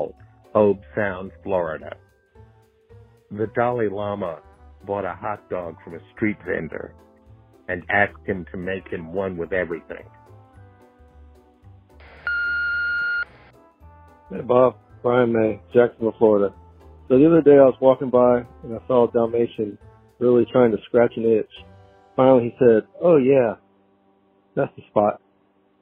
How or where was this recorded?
phone line